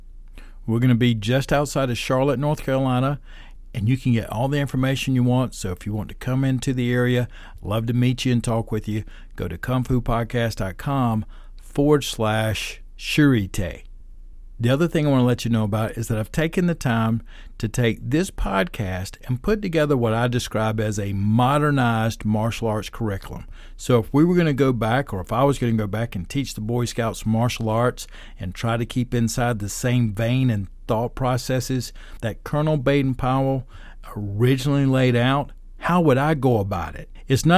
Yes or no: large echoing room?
no